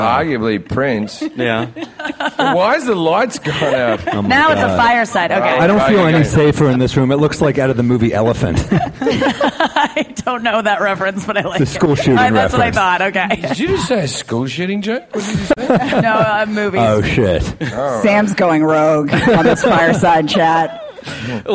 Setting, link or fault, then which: setting, live audience